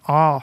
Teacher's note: den vanligste a-en på norsk, den sitter litt bak i munnen. Og så er, er, det god åpning i munnhulen.